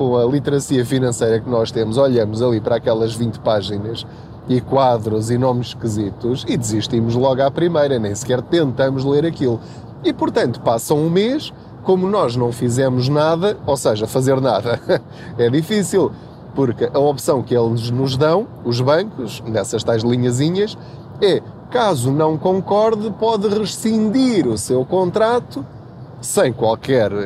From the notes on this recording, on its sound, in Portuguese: Não ligue aos barulhos da viagem.